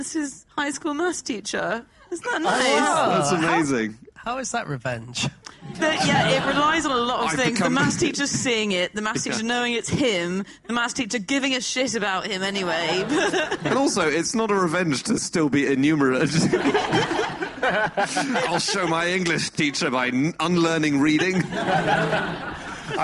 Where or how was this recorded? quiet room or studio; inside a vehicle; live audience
live audience